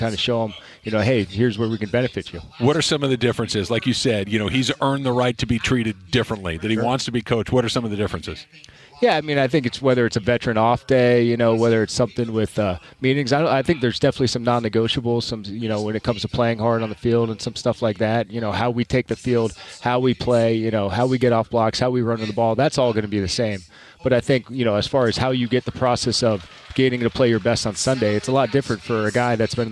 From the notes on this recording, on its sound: live from YouTube Theater for Rams Revealed